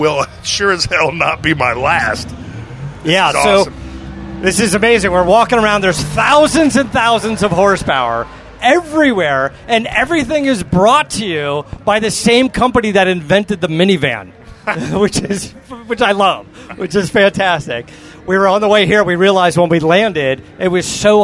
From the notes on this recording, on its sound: live from Roadkill Nights in Pontiac Michigan